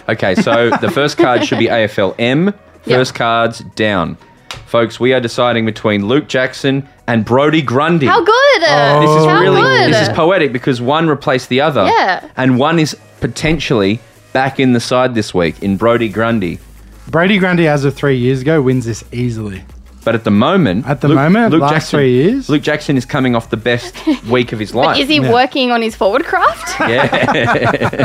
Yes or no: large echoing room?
no